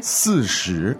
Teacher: That was the fourth tone and the second tone